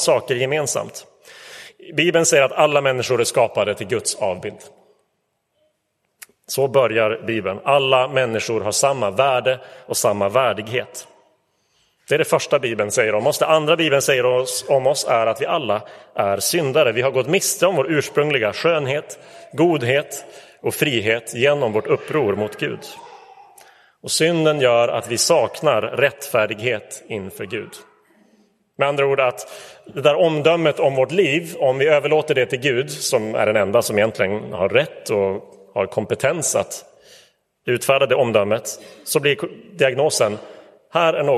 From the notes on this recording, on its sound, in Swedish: Inspelad i Roseniuskyrkan den 26 november 2023.